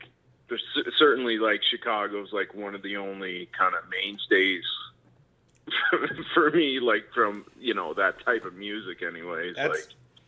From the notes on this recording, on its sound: Things go way off the rails as 2 Nova Scotians who haven't talked on the phone in a while just start giv'n er.